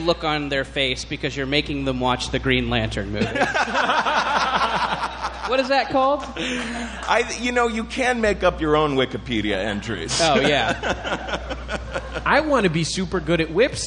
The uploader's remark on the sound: Live from Riot LA!